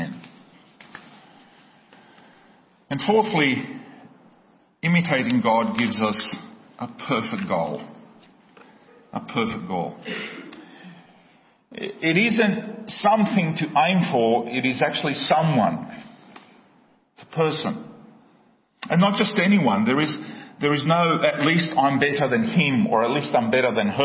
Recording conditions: large echoing room